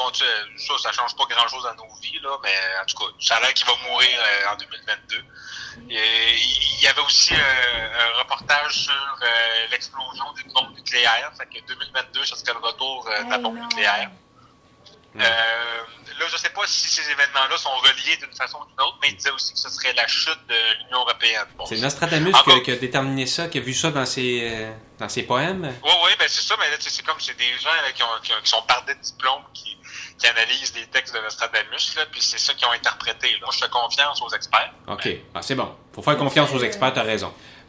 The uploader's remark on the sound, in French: Se joint à nous par la merveilleuse technologie qu'est le téléphone. Enregistré à Tétreaultville (Montréal).